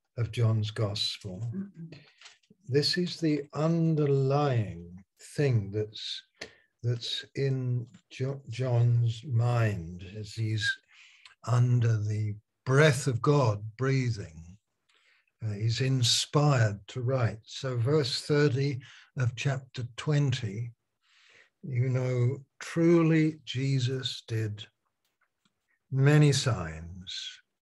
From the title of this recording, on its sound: Malaysia Meets (Zoom)